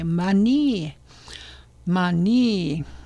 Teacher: the Ojibwe people had trouble saying their R's, and so they would say Mani